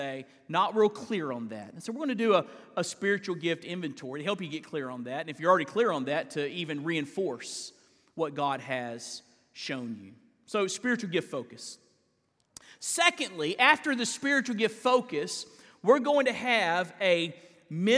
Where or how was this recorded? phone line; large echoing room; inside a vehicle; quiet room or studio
large echoing room